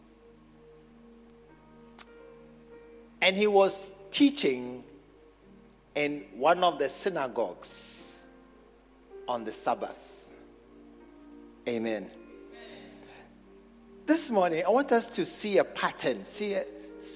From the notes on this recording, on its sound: preached at the True Vine Cathedral, Bantama